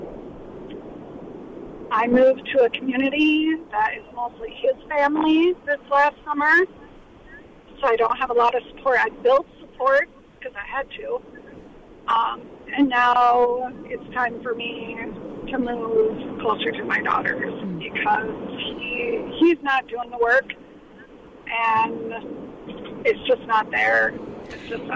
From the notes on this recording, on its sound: Caller Questions